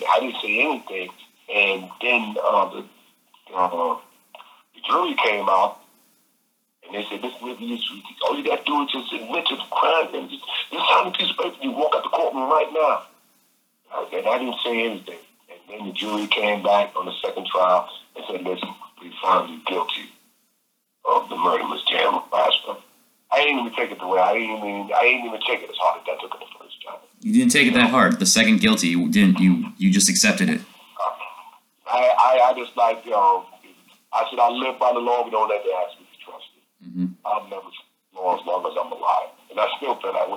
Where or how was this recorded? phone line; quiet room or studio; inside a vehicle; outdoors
phone line